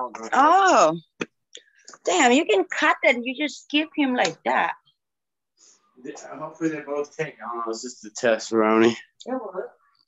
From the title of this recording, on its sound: Zoom Meeting